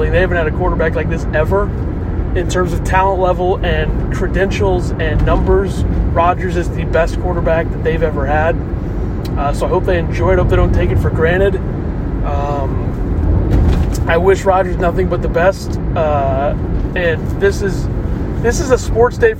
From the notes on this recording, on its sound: If the audio stinks, I’m sorry. I was trying to get it done as quickly as possible.